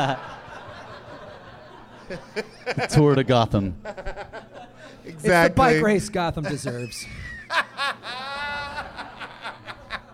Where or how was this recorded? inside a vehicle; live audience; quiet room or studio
live audience